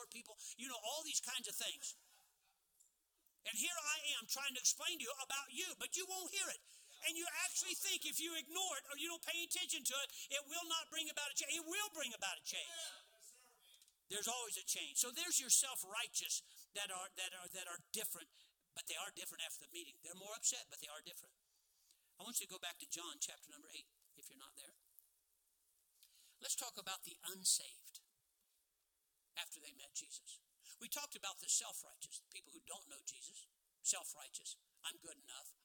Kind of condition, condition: setting, large echoing room